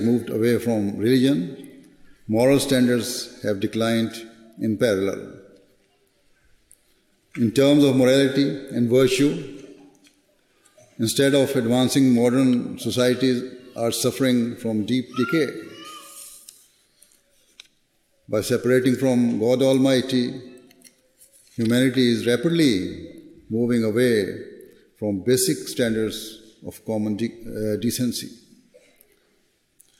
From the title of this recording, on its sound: Address at the National Waqfat Nau Ijtema UK 2019